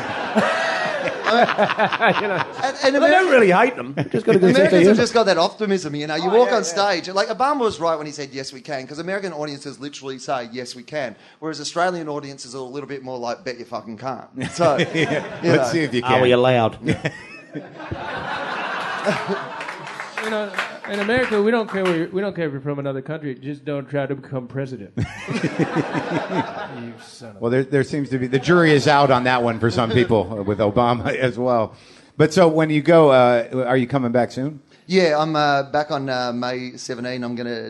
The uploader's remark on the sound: Episode 178 - Live from Australia. Live at the Melbourne International Comedy Festival.